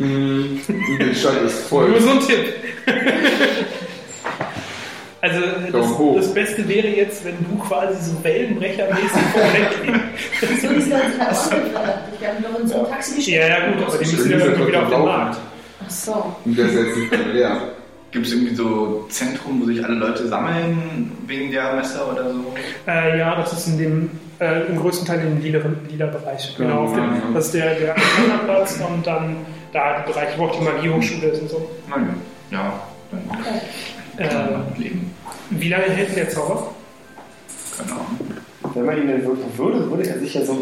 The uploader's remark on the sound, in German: Am offensichtlichsten ist, dass jede Folge in einer Live-Runde aufgenommen wird, deswegen kann ich mich nur schon einmal von vorne herein für die schwankende Qualität entschuldigen. Leider gibt es diesmal keine extravagante Audioqualität. Dies liegt zum einen an dem bereits zu Beginn angesprochenen Mikrofonproblem, zum anderen an kleinen Dingen, die bei einer solchen Runde gegenüber einer Internetrunde auftreten – Würfelgeräusche, Stuhlschieben und all den kleinen Problemchen.